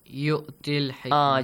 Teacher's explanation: Change the yamat or the long vowel to a short vowel.